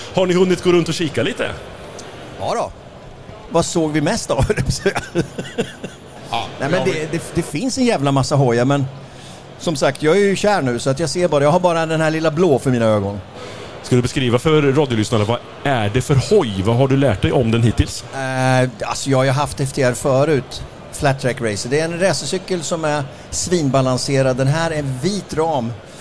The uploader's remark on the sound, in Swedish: Live från MC-mässan i Stockholm. Tillsammans med tusentals besökare sänder vi Knutterspodden live från Indians utställningsmonter.